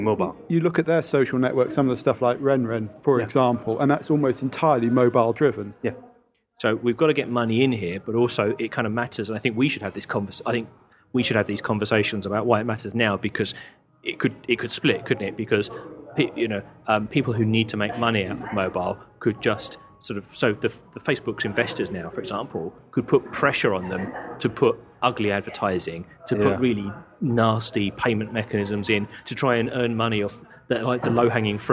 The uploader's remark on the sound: This week we're 'live' from Nokia's Summer Party near Trafalgar Square